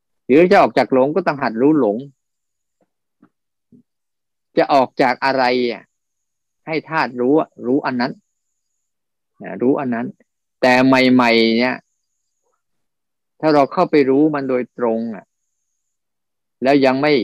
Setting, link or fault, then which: link, video call